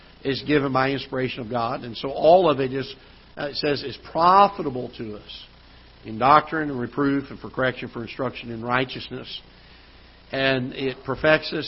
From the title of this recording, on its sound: Ketha Heights Baptist Church ~ Live Broadcast